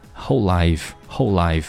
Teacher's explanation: Lsound 的开头，那他们两个就连接在一起了。whole life,你在读 whole 的时候呢就需要把舌尖顶上去，那否则的话这个声音是不对的。whole life, whole life,whole life, whole life,那注意到后面这个 life, 它里面有个双元音 I,所以说你在读的时候也要有一个嘴型的滑动，有开始和结束